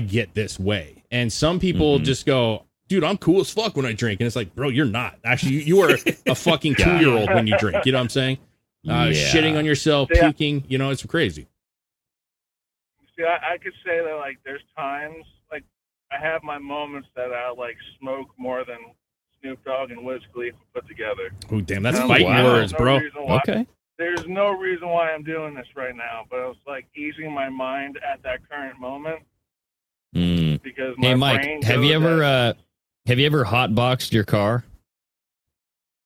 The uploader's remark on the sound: CALL IN SHOW